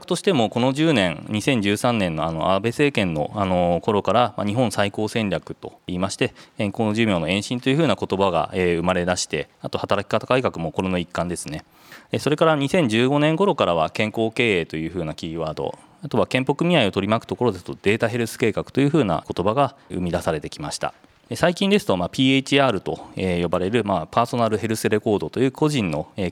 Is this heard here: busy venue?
yes